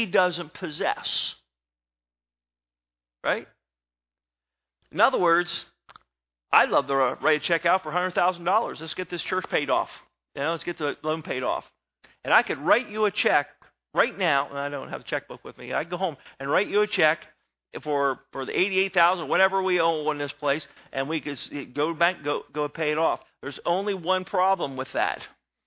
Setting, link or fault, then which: setting, large echoing room